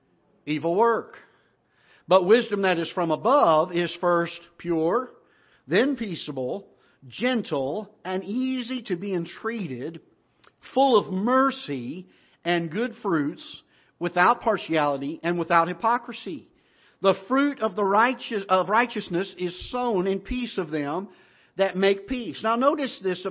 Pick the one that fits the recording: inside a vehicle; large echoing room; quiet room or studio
large echoing room